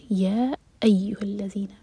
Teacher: یا الگ ورڈ ہے تو حمزہ پر زور دیں گے